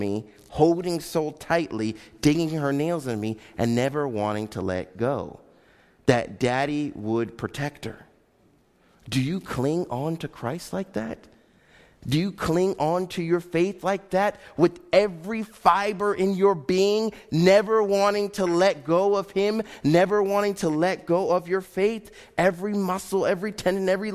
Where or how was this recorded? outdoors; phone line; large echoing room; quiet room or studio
large echoing room